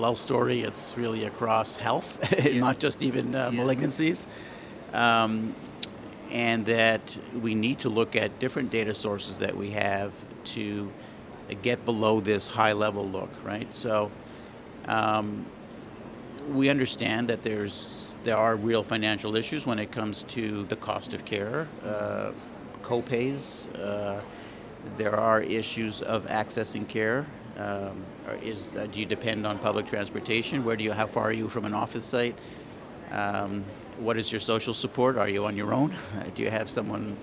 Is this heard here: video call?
no